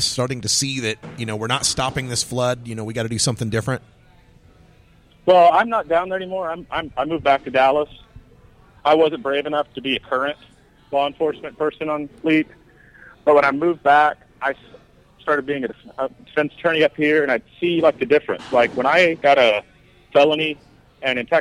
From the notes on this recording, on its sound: Live from Columbus, Ohio, Women Grow event